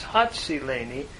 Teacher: And so hatsileni becomes hatsileni, where the nun of the stem has assimilated into the tsade. That's why we have the dogish forte in the tsade.